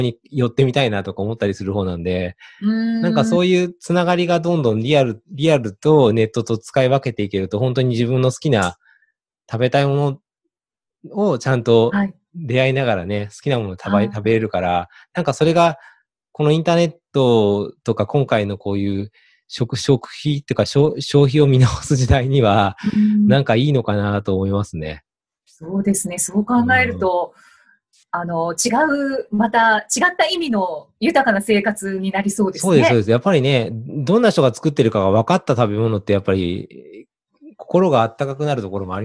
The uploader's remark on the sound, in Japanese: オンライン収録のため、通常より音声が劣りますがご了承ください